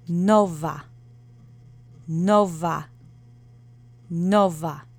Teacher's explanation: No special phonemes. The accent is on the first syllable.